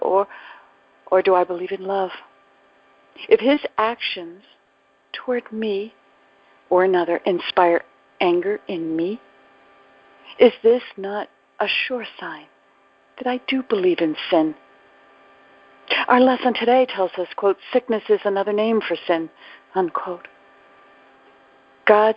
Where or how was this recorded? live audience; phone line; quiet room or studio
phone line